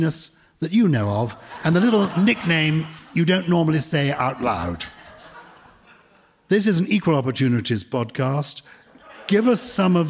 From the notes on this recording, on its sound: For the second of our live shows in front of a wonderful audience of Purple People. We take lots of questions from the lovely listeners in the room.